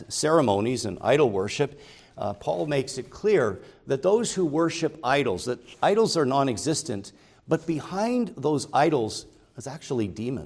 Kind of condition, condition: setting, large echoing room